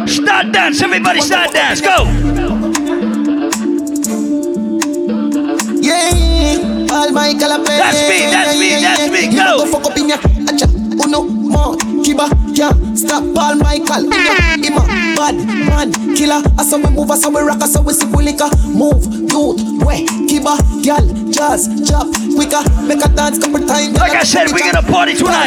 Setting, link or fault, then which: setting, busy venue